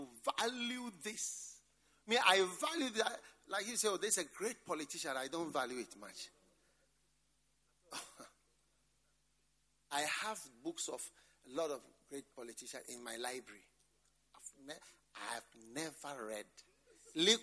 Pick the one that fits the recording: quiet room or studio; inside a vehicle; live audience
live audience